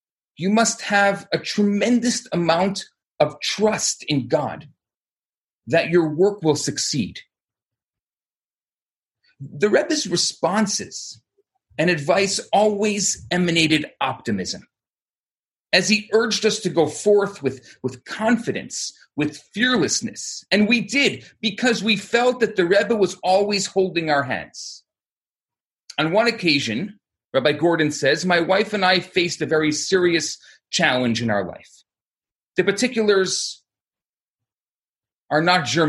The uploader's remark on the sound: Recorded Live on Zoom